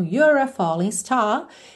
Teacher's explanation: Falling, o som termina no N, o G não é pronunciado